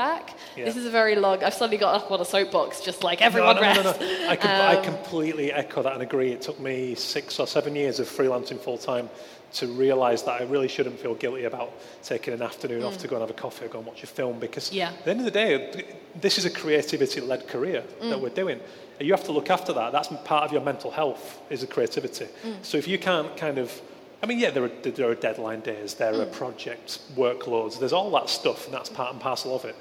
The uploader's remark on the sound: Live - D&AD New Blood Fest. In front of a live audience at D&AD New Blood Festival.